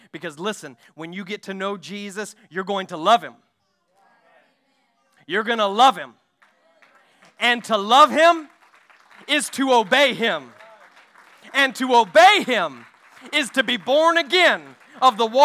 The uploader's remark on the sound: During our Sunday morning gathering on May 21, 2023. We are an Apostolic, Pentecostal church located in Poplar Bluff, Missouri.